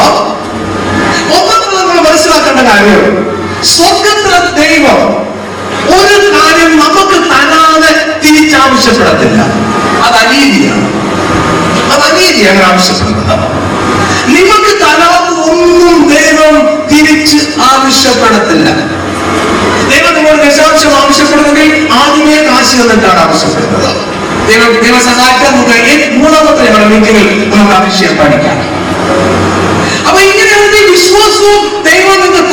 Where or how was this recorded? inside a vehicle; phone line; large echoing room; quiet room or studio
large echoing room